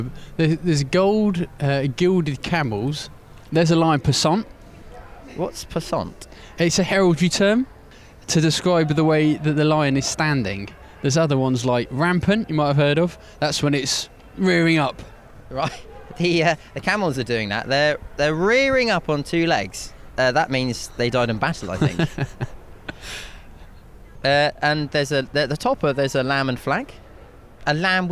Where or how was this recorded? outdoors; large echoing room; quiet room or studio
outdoors